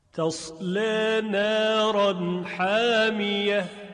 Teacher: در اینجا لام تقلیز شد چون به فتح خوندیم تصل اما اگر به اماله بخوایم بخونیم یعنی اماله بین بین لام دیگه تقلیز نمیشه بلکه ترقیق میشه · Term: ترقیق لام